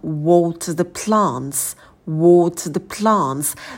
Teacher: В слове water будет долгий о, и на t добавляем придыхание. Water и plants, на p добавляем придыхание.